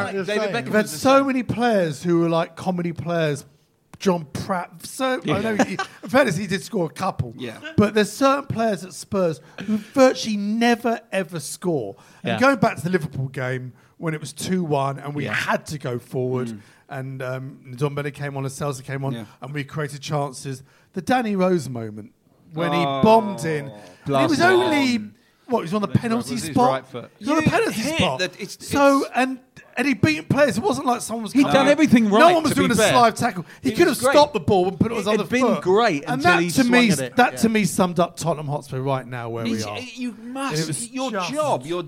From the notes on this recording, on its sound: live recording from Central London